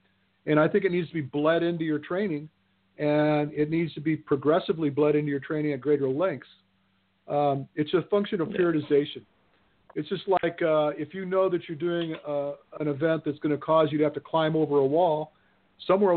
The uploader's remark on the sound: Open up the phone lines and take calls from YOU! For one hour LIVE!